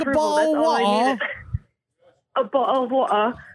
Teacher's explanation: they don't pronounce R's at all. Or T's. · Term: London accent